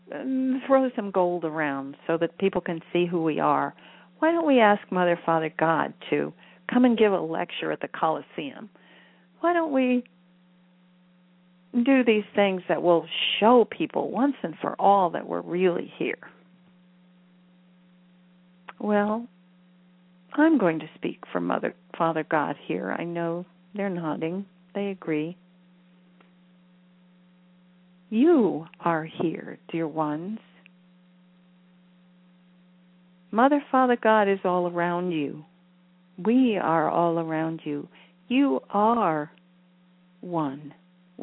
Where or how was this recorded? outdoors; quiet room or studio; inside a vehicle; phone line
phone line